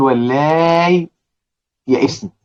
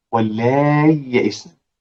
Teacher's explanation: هي الياء الأولى ساكنة والياء الثانية متحركة، فأوتوماتيك طبيعي هيحصل إدغام، واللاي يئس إدغام طبيعي، فأنا عشان أظهر لابد من سكت، قول ولاي يئسني. يبقى اذا لم اتي بهذا السكت، الياء الاولى الساكنه هتدخل في الياء الثانيه المتحركه · Shown in: second take